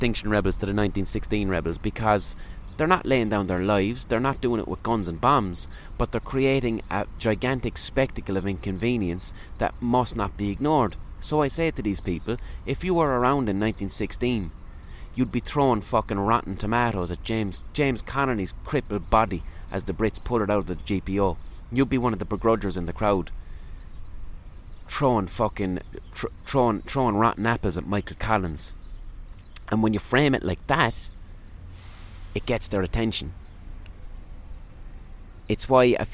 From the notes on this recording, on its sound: Recorded on a park bench.